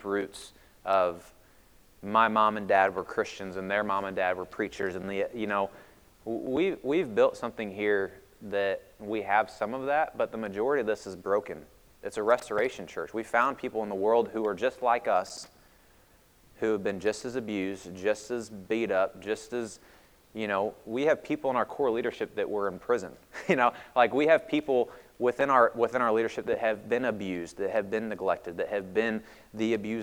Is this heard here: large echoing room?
yes